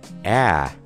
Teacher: man 的元音是一个大口的，ah，也就是 bad 的那个啊。并且当 a 后面跟了字母 n 的这个小的前鼻音的时候，那在 a 和 n 的中间会加一个很小的呃，呃这样的音。所以